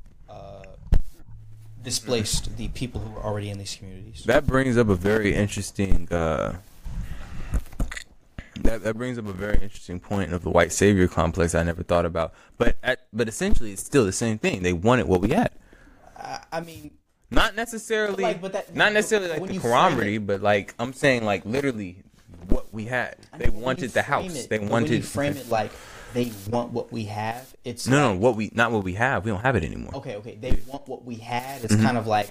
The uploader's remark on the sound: During the recording process, the episode's audio quality was corrupted.